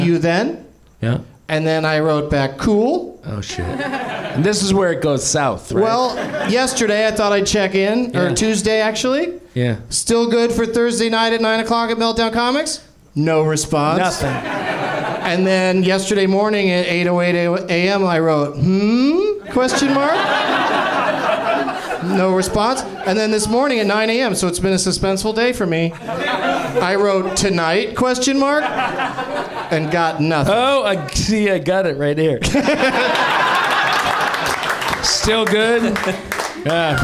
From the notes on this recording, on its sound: Live from the NerdMelt Showroom in LA